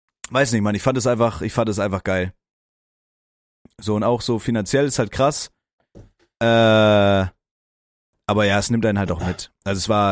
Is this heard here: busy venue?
no